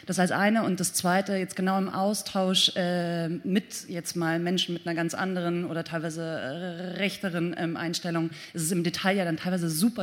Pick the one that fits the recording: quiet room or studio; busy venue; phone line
busy venue